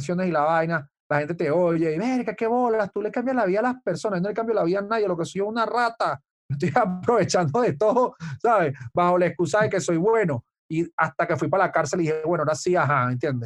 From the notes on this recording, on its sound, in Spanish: El Music Deal se conecta vía zoom con un hermano de la casa